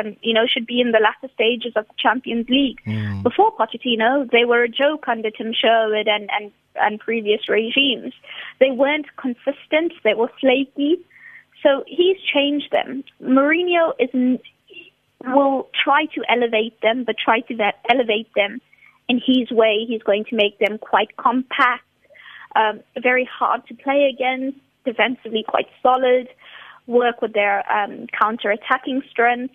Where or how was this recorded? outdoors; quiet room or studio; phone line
phone line